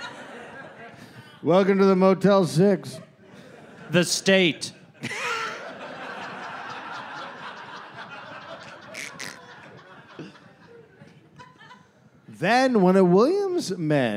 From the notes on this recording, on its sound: Recorded live in Las Vegas